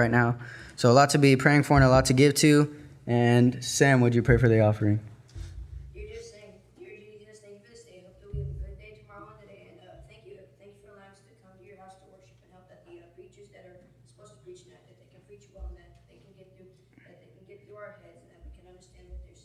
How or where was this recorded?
large echoing room